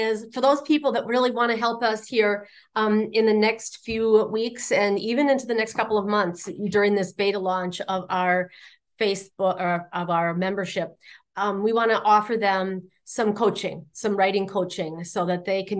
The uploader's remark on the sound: Now we have the recording from that third installment of our Sidetracked Legacies Membership Kickoff/Workshop/Hoopla.